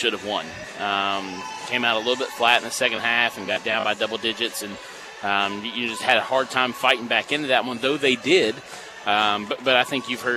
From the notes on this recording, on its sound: Was live at Marshall University before the Thundering Herd match-up with the James Madison Dukes on the court at the Cam Henderson Center.